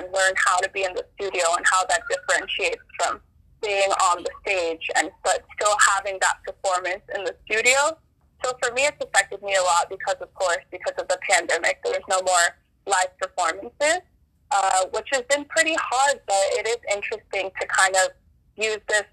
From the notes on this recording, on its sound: Phone interview